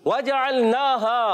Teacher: जब हरकत आती है तो हरकत को बगैर खींचे बगैर झटका दिए मारूफ अदा करते हैं और जीम के अदा की क्लियर रखनी है। होंठों के गोलाई से वाव अदा होता है